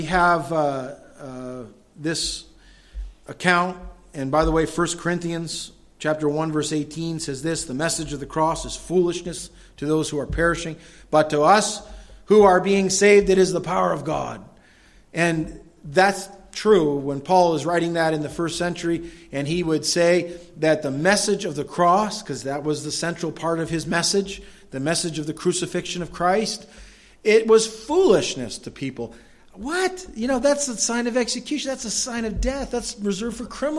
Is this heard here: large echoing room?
yes